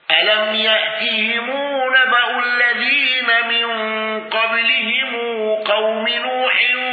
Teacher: خلف عن حمزة على الوجه السابق بالسكت على المد المنفصل